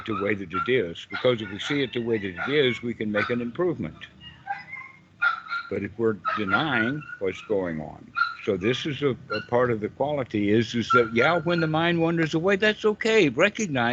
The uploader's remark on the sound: This call was recorded